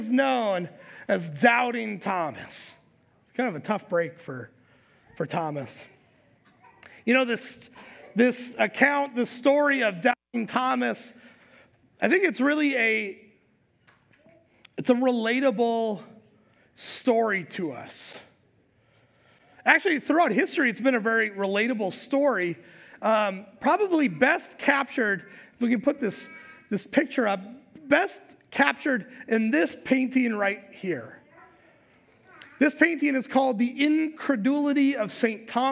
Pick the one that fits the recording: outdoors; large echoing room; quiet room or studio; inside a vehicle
large echoing room